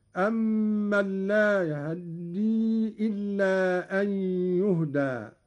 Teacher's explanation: قوله تعالى: أمن لا يهدي إلا أن يهدى. قرأ قالون باختلاس فتحة الهاء، وهو اختلاس الجزء الأكبر من الفتحة مع السرعة، وله أيضا الإسكان، وكل من الاختلاس والإسكان ورد لغة وقراءة هكذا: أمن لا يهدي إلا أن يهدى.